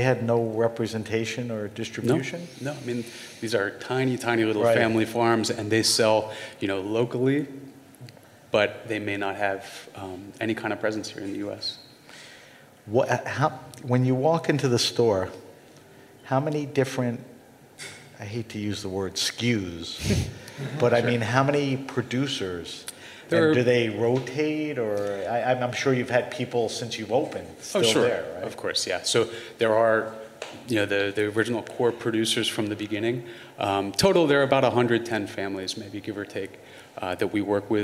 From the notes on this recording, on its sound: The Grape Nation and Heritage Radio Live at Industry City with Brooklyn Kura Sake and Moore Bros. Wine Shop.